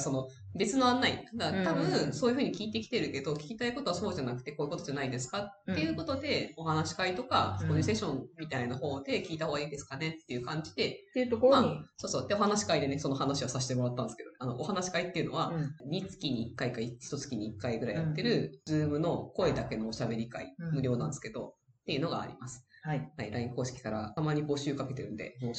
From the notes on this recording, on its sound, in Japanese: 今月音質が非常に悪いです！すみません！